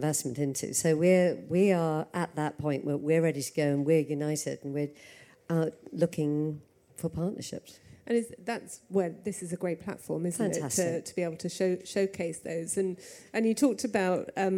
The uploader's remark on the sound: Recorded live at MIPIM 2023.